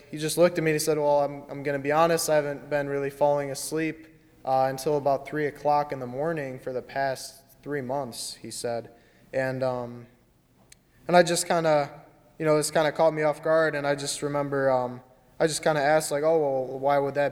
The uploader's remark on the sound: during the 10:30 AM Finding Grace service on Sunday February 23, 2020 as part of Youth Sunday, at First Presbyterian Church of Arlington Heights, Illinois